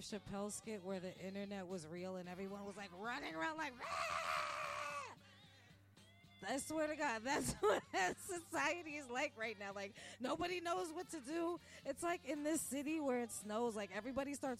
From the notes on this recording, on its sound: I recorded at Live On Air Restaurant this episode. I apologize for the music at the beginning and throughout, that won't happen again.